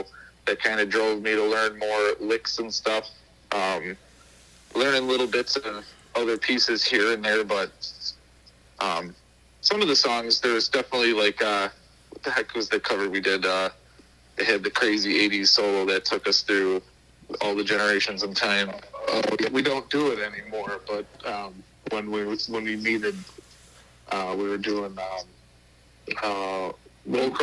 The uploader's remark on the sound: burnt the phone lines out to Buffalo, NY